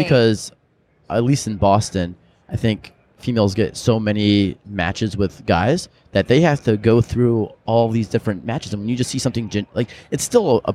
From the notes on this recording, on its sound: Live from the expo floor at Splunk’s user conference, .Conf 2017.